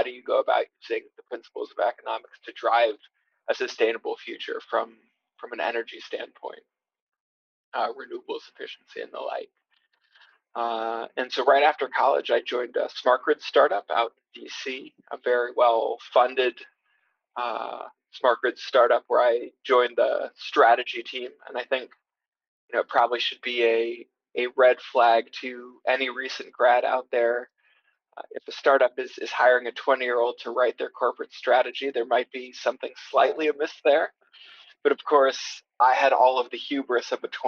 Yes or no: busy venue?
no